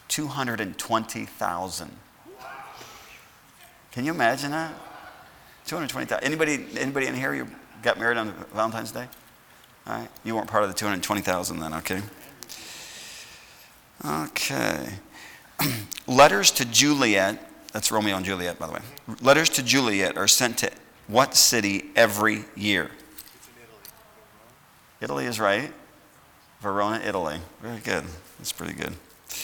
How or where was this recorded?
large echoing room